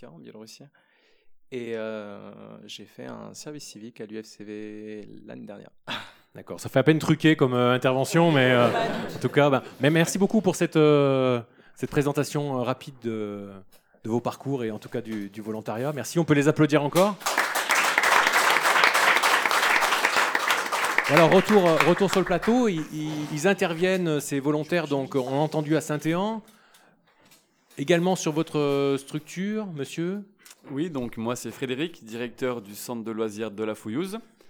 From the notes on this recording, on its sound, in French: Enregistrement de l'émission en direct de l'Assemblée Générale du Comité Ufcv de la Loire le 16 mai 2019